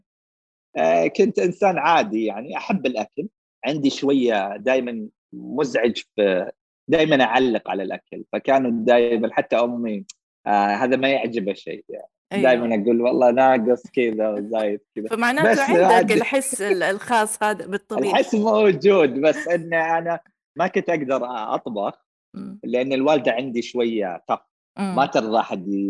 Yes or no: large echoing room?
no